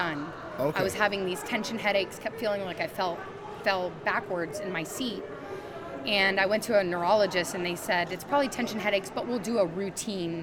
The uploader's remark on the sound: LIVE from CPE 2022!